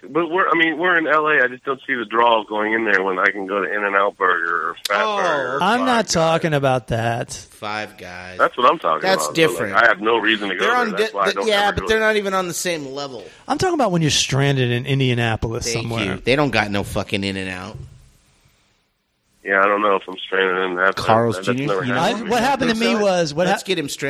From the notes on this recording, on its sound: gets on the phone